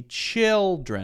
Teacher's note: So if I see children, I remember, okay, chill is the stressed syllable, not dren.